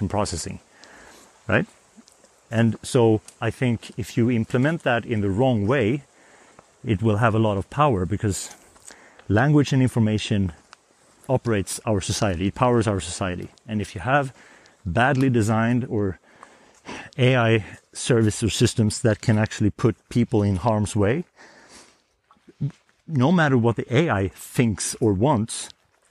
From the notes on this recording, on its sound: Grab your headphones, and head to the snowy hills to walk with us!